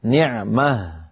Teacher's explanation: وأغلب العرب تجعلها في الوصل تاء وفي الوقف هاء ساكنة